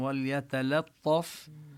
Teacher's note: وليتلطف نبين اللام ساكنة، وكذلك يعني هنا الحروف الياء والتاء واللام كلها حروف مرققة، يعني لا نقول لا ينبغي أن نفخم اللام، لا نقول وليتلطف، لا بدون تفخيم اللام وليتلطف، الطاء التفخيم فقط للطاء.